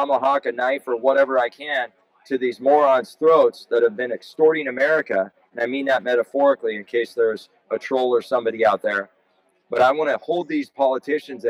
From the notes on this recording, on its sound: We had the opportunity to chat with him for a bit on the phone. He was in a restaurant at the time, so there is some background noise.